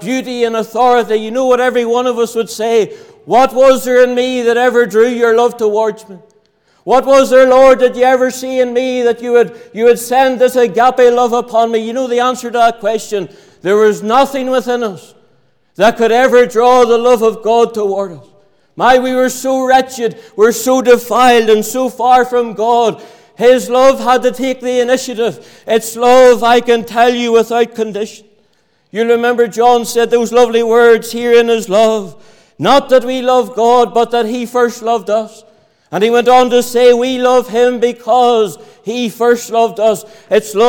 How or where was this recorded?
large echoing room